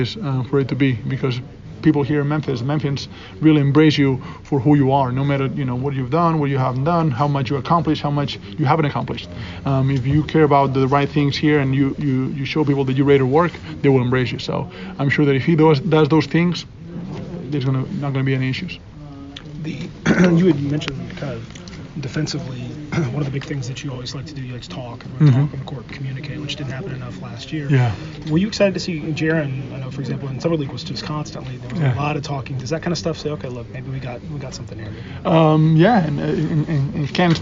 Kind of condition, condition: setting, busy venue